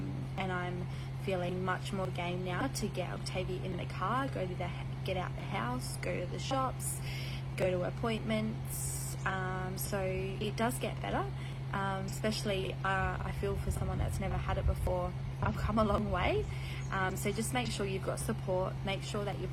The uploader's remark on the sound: This episode has some background noise due to recording outdoors with an air con going